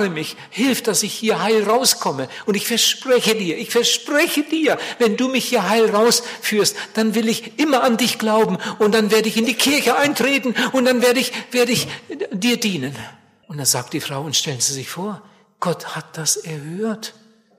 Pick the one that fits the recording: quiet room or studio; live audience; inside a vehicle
live audience